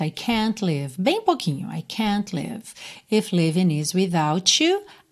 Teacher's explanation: Aqui a gente ouve um pouquinho desse T de can't